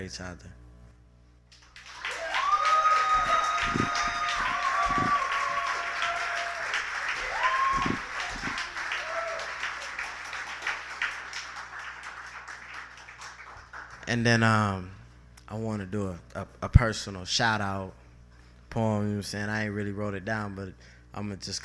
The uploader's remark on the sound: Part One is the Open-Mic